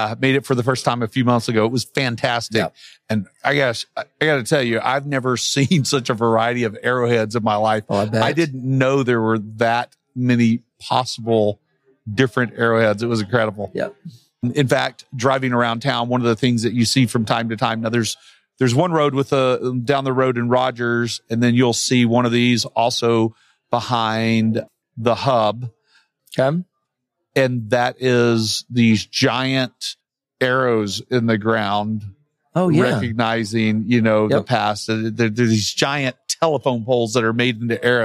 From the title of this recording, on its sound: NWA Tech Summit Live